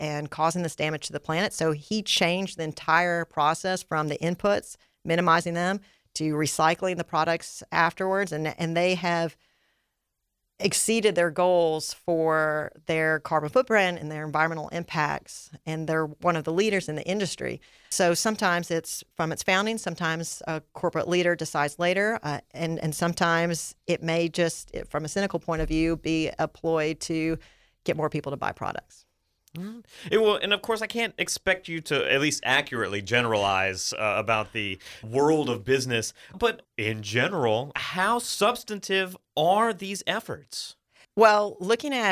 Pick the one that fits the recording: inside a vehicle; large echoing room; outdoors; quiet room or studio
quiet room or studio